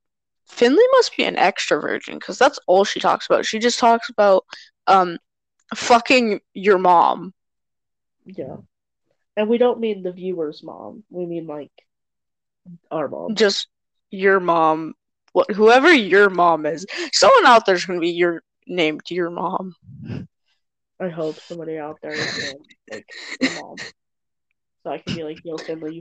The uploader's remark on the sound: more technical difficulties